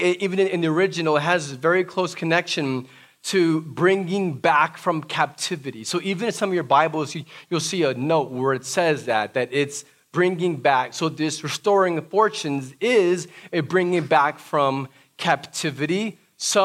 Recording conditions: large echoing room